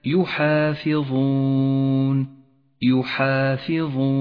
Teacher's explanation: المثال التالي لاحظ المد العارض للسكون في كلمة يحافظون، يحافظون، جاء حرف المد وهو الواو وبعده حرف ساكن سكونا عارضا بسبب الوقف. يجوز أن تمد حرف المد هنا حركتين أو أربعة أو ست حركات جوازا، ويسمى هذا المد العارض للسكون، ميز باللون البرتقالي إشارة إلى زمن وموقع المد.